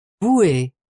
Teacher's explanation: the final syllable has become more emphasized with an A sound in modern French